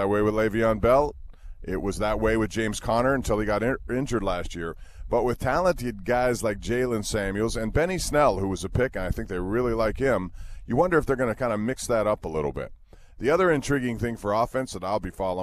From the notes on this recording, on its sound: on location today from Steelers training camp in Latrobe